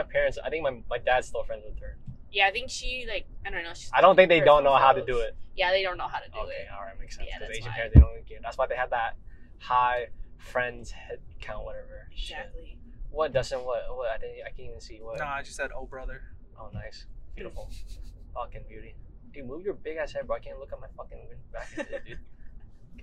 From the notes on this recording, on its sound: We had to take this podcast on our road with us to Eugene. We apologize for parts of the audio where you can hear the bumps in the road. Tried her best to de-noise as much of the audio without distorting the voices.